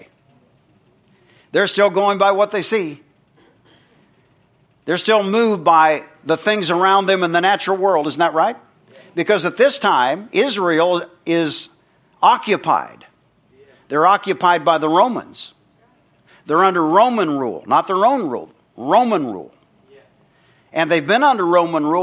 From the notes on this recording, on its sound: from the Sunday morning service on August 13, 2023 at Harvest BIble Church in Stockton, CA.